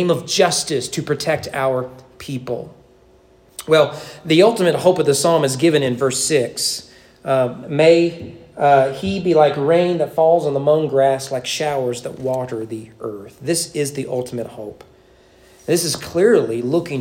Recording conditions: large echoing room